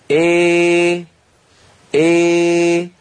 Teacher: الآن يستطيع الإنسان أن ينطق الألف التي تكلمنا عنها منذ قليل وأن يرفع وسط لسانه في الوقت نفسه، في الوقت نفسه فيخرج صوت، انظري آ هذه الألف إي هذه الياء إيه هذا الصوت لا هو ألف لأن فيه ارتفاع لوسط اللسان، ولا هو ياء لأن فيه ألفا أيضا · Term: الإمالة الكبرى